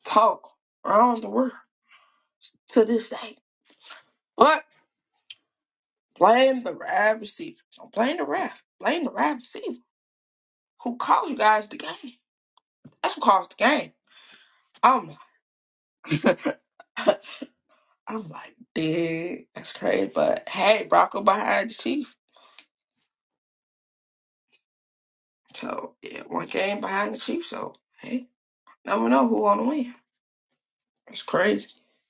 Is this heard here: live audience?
no